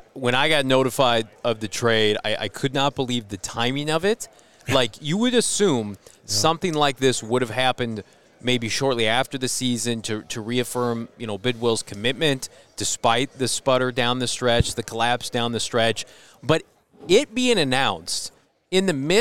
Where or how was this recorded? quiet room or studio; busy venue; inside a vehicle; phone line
busy venue